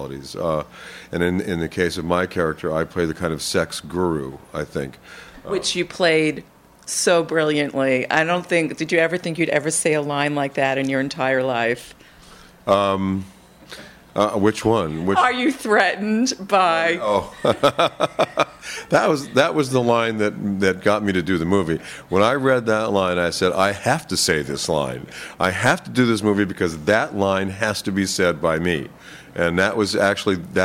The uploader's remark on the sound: From the Tribeca Film Festival.